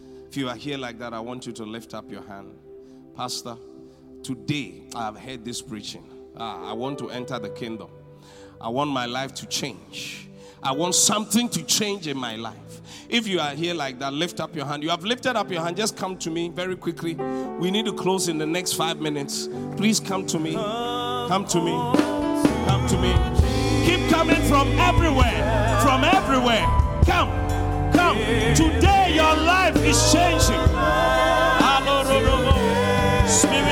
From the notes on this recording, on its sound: Preached at the Qodesh. Inspiration Service.